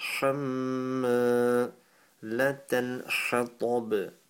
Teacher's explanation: At the beginning you have a ghunna because of the meme with the tashdeed on